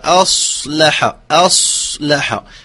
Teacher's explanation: كذلك أصلح أصلح بالكم أص أص همزة مرققة أ ثم صاد يعني فيها صفير مفخمة أصلح أصلح. فليقول كثير من القراء نسمع يقول أصلح أ وهو خطأ.